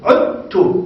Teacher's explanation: لكن إدغام في حرفين متقاربين لا متماثلين. صح؟ دال والتاء، دال وتاء متقاربين